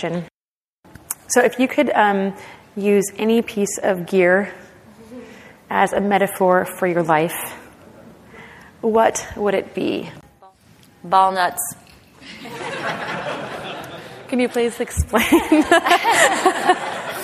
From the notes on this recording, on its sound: In front of a live audience at the American Alpine Club's Annual Benefit Dinner.